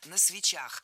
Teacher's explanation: Особенность склонения этого слова заключается в том, что ударение всегда падает на окончание. И в единственном числе, и во множественном.